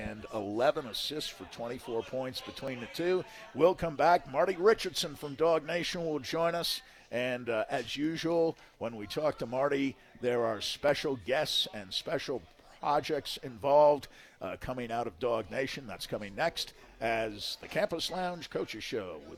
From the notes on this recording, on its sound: live at the Campus Lounge